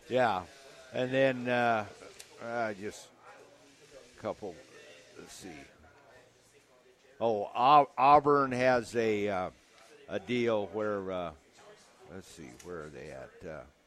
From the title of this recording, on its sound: LIVE at Wingstop